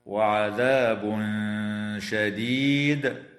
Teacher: ويخفى عند الشين مع الغنة مرققة